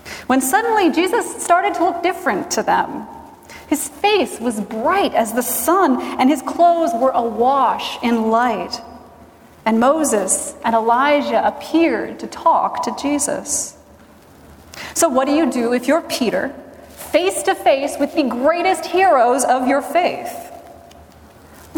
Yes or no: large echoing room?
yes